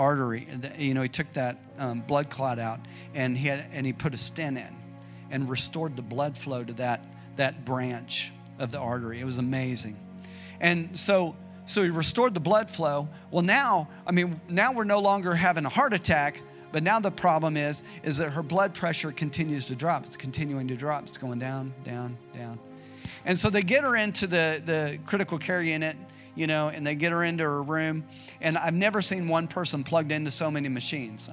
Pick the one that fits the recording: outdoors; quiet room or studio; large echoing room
large echoing room